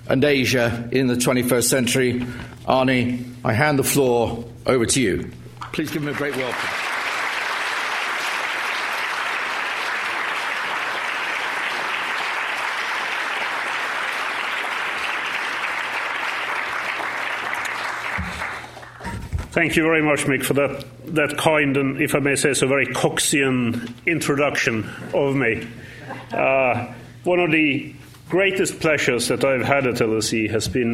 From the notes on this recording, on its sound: In his final public lecture at LSE. Discuss these questions with the audience.